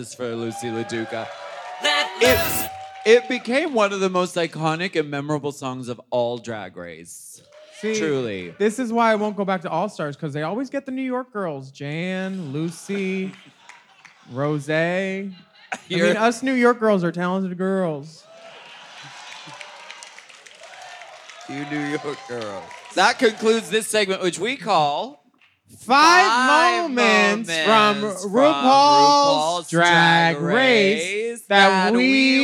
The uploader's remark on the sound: Race Chaser Live at Queens Theatre. This episode is audio highlights from this event.